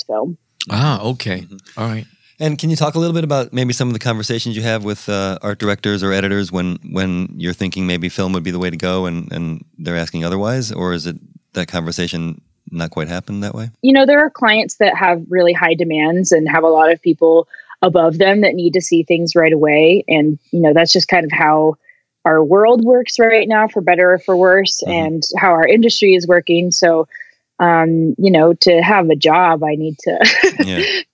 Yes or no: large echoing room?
no